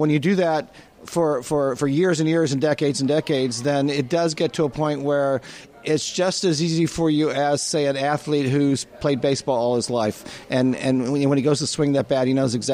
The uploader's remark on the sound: Music was recorded onsite at Front Row Sports Bar and Grill in Ocoee, Florida.